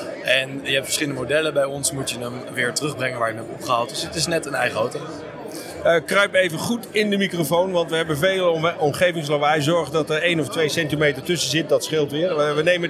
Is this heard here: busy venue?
yes